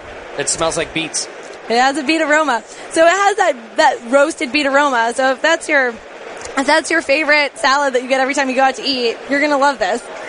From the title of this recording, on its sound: Live from NHC 2014